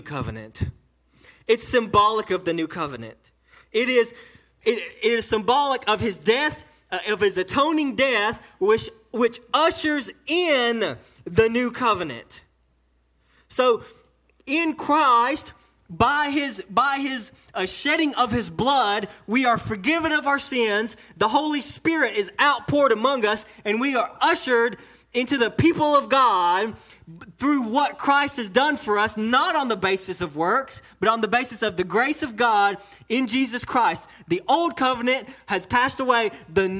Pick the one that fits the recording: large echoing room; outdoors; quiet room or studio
large echoing room